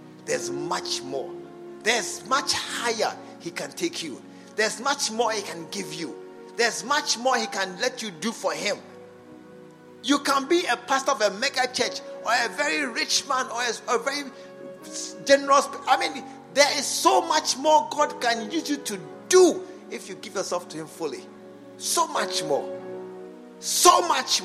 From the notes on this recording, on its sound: An inspiring message preached at the SAT service, True Vine Cathedral, Bantama